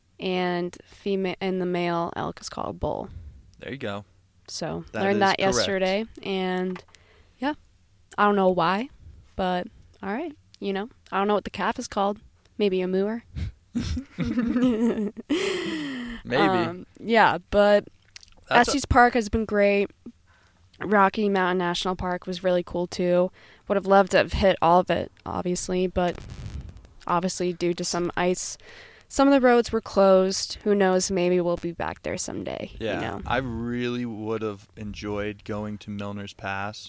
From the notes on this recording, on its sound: We record this outside of new Belgium brewing in Fort Collins right before we made the drive to Rock Springs, Wyoming.